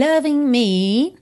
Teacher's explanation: Loving, o G final não é pronunciado